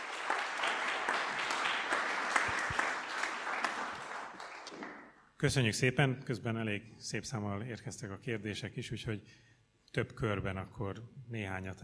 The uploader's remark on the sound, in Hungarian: Rendezvényének felvétele. Az Eötvös Csoport 2019.